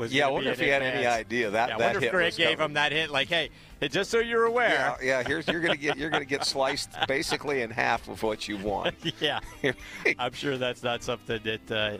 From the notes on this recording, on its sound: live from Fox Creek Golf Course